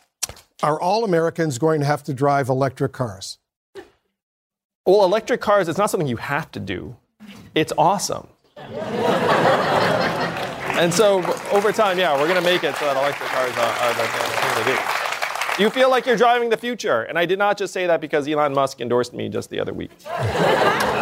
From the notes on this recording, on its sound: During a live town hall. Climate Crisis Town Hall.